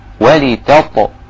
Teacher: خلاص ولي ولتط والطاء هنا ساكنة، إذن أقلق للطاء، ولتط اللام مكسورة مع الطاء الساكنة مقلقلة